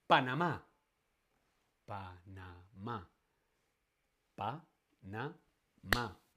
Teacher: Panamá es una palabra aguda, tiene el acento en la última sílaba tónica, Panamá. Termina en vocal, en N o en S.